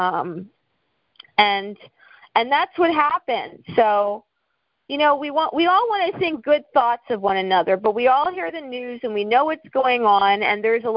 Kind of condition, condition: link, phone line